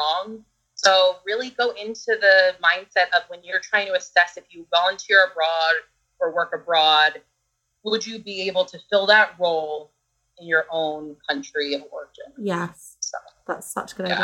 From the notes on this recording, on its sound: this podcast was recorded last year over skype, so the sound quality is not as good as previous episodes.